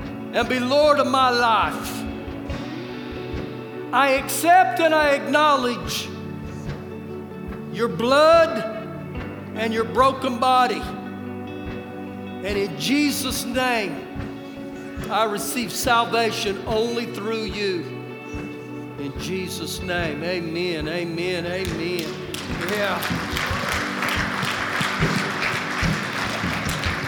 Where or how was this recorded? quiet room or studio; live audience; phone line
live audience